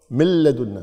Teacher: مل ميم لام على طول مباشرة، مكتوب النون لكن ما تلفظ · Term: إدغام بدون غنة